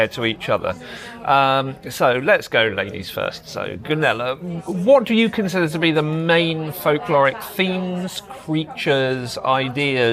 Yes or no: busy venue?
yes